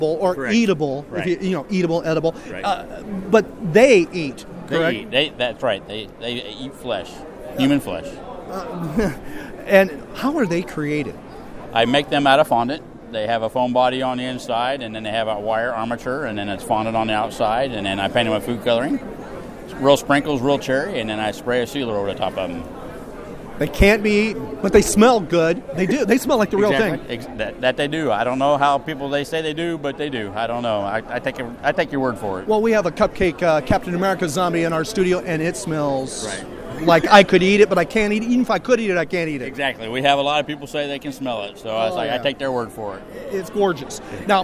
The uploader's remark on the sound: recorded at Fanboy Expo Lakeland.